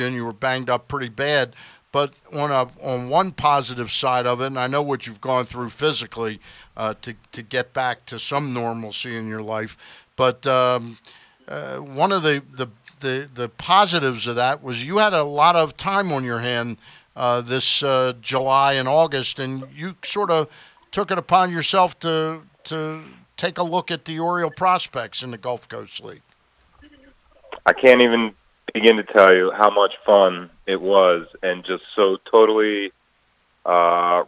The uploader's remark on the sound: called